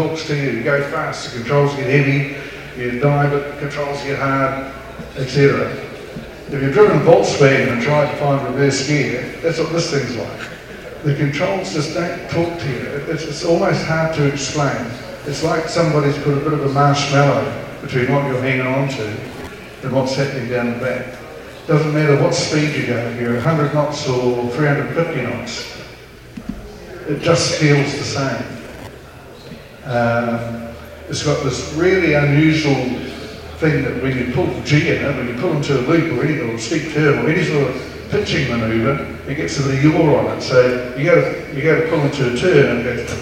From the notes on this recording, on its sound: another recording from the Wings Over New Zealand Forum Meet at the New Zealand Warbirds Association hangar at Ardmore